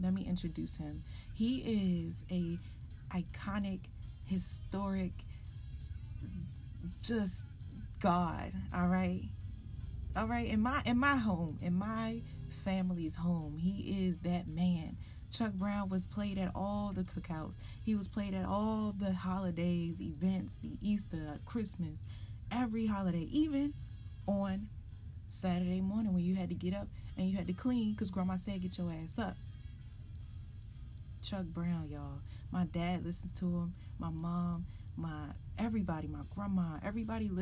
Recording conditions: uneven or low level